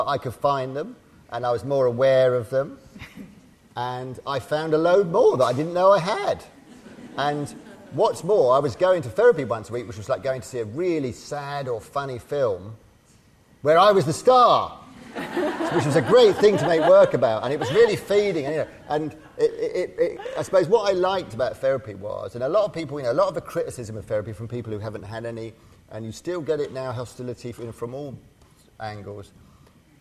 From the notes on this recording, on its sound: Originally hosted by Severnside Institute for Psychotherapy, in partnership with The Bridge Foundation and Rowan Arts, Connecting Conversations is a series of events. A recording of a Connecting Conversations event.